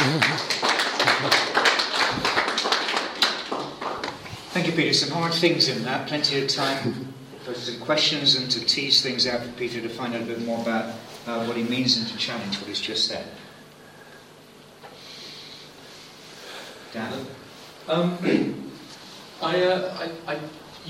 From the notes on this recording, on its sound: course at Higfield Church Southampton